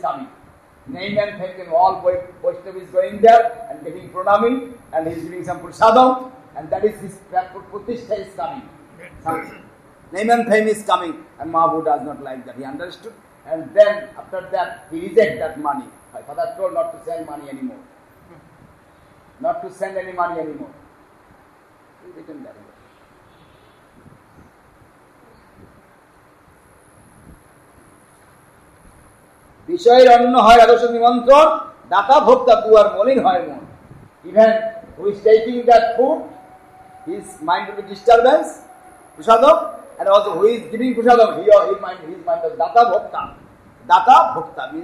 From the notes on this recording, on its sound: a lecture given on 6 September 2010 in Sri Chaitanya Saraswat Math Nabadwip